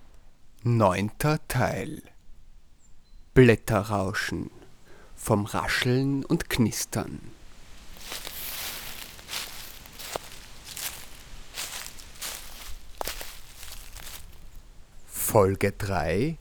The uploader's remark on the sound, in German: Die Aufnahmen zu dieser Sendung entstanden in Novi Sad, in der Fruška Gora, im Kuglhof in Salzburg, zwischen Donauinsel und Donau-Ufer-Autobahn und in einer Wohnung in Ottakring.